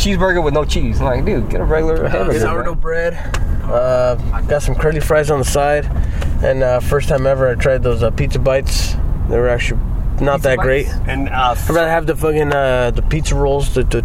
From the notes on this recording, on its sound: our first pod recorded on the road